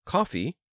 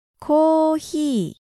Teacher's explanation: in Japanese there isn't a pure F sound, and so there is no fi sound · Shown in: second take · So instead of fi, they go with he.